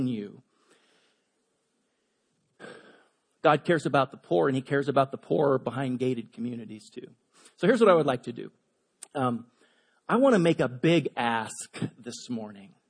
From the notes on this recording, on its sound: Delivered on 15 October 2017 at Grace Church of La Verne. At Grace Church of La Verne.